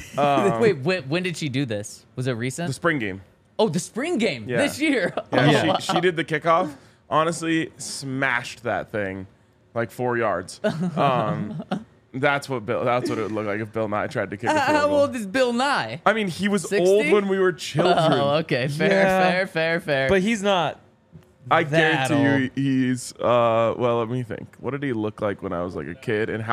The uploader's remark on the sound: coming to you LIVE from the DNVR Bar